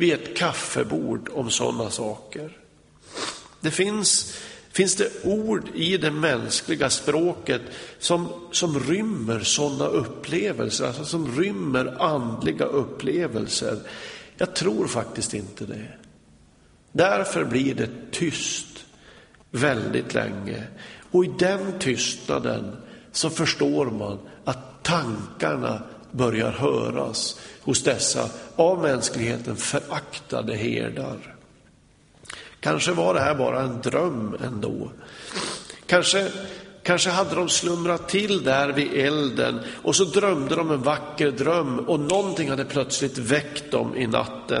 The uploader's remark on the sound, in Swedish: Inspelad i Smyrnakyrkan, Göteborg.